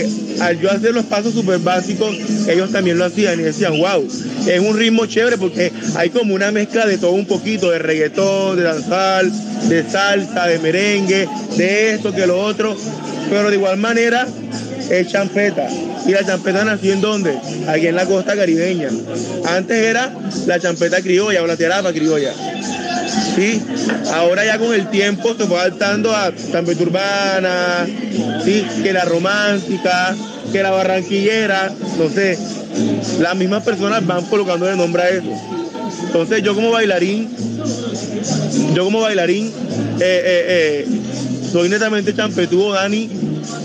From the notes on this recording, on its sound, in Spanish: En este episodio grabado desde el mercado público de Bazurto en Cartagena